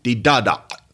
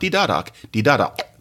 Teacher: And what I did was a uvular stop. You indicate that with a Q.